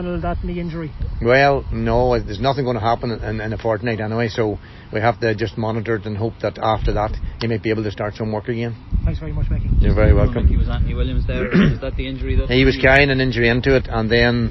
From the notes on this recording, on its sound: outside recording